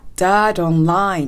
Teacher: that の t と online の o がずるっとくっつきます。そしてカナダ英語ですので t の音が d に変えて発音されているんですね。